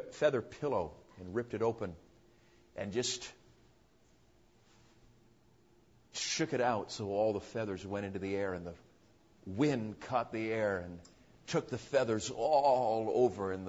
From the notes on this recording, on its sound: PREACHED AT CARBONDALE CONFERENCE